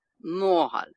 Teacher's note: Ударение падает на предпоследний слог. Не на последний, как всегда в иврите, а на предпоследний.